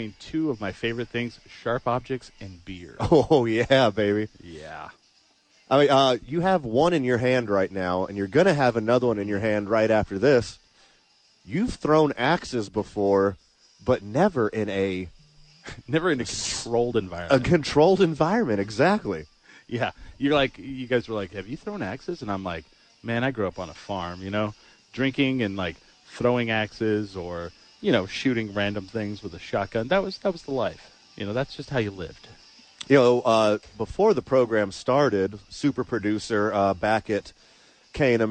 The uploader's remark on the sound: Live from ABQax!